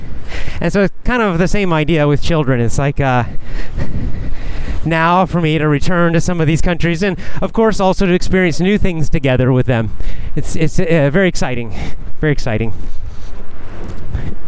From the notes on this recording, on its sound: A casual chat while walking.